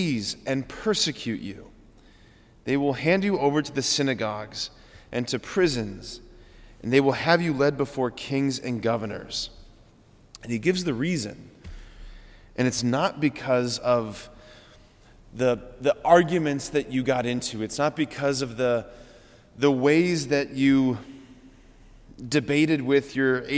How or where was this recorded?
large echoing room